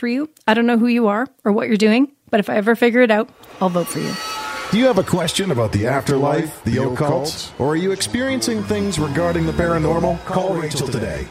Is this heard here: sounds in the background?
no